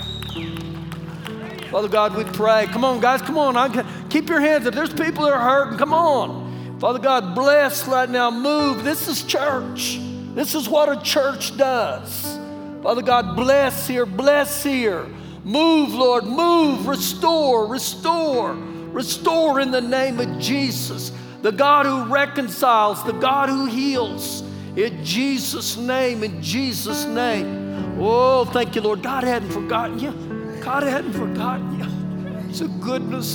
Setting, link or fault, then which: setting, live audience